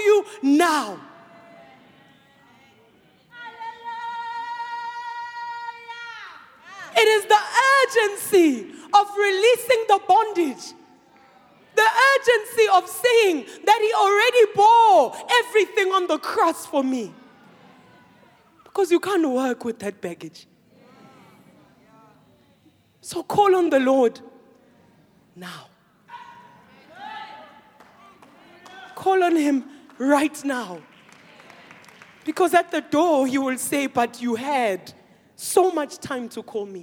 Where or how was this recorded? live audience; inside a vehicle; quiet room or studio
live audience